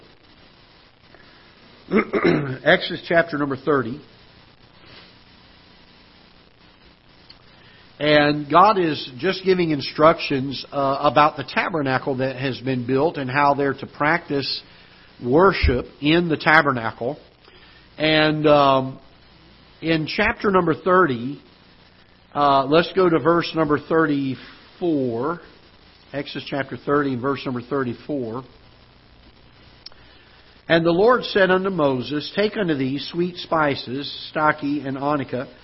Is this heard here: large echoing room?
yes